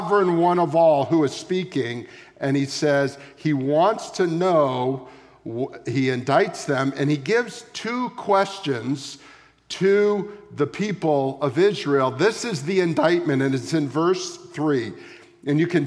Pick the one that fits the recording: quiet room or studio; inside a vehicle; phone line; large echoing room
large echoing room